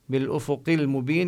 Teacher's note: نظهر اللام قبل الهمزة